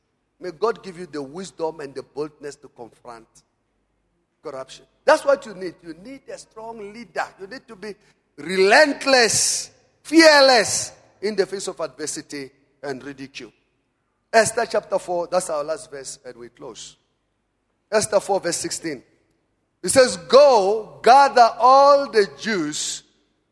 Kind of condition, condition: setting, large echoing room